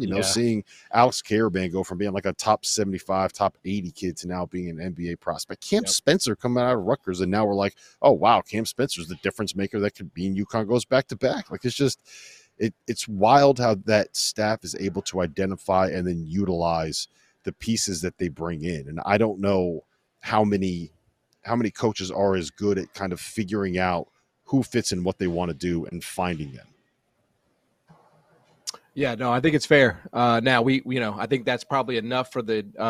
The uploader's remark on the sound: LIVE from Rupp Arena, Chapel Hill, AND Phog Allen! LIVE from arenas around the country.